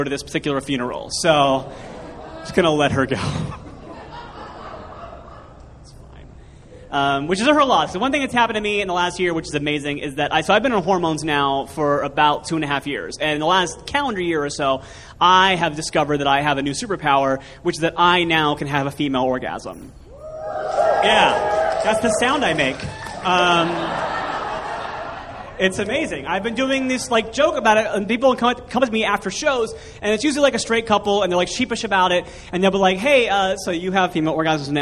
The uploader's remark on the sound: Live from Angel City Brewery. Live on stage from the Angel City Brewery in Los Angeles.